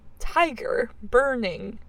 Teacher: one long or stressed syllable followed by one short or unstressed syllable · Term: troche